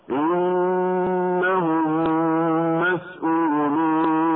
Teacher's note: الميمان تدغم الاولى في الثانية مع تشديد الميم الثانية وبقاء الغنة فيها بمقدار حركتين